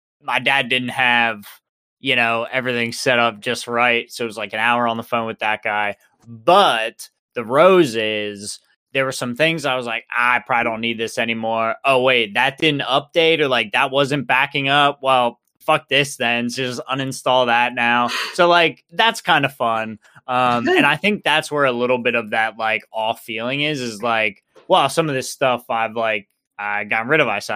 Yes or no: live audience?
no